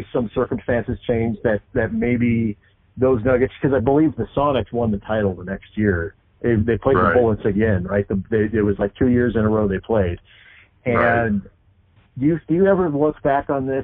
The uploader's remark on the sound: Conducted a phone interview. This interview is phone quality but we improved it as much as possible.